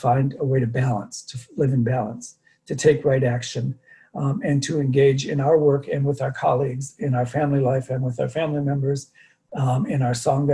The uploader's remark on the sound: Dharma talk via Zoom.